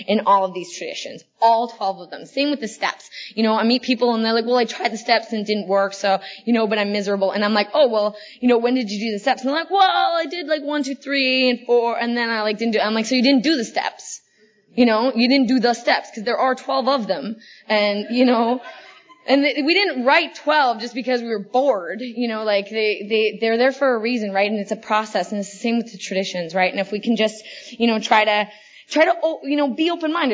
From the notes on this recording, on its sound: This is a multiple speaker panel from 2011 at the 53rd ICYPAA.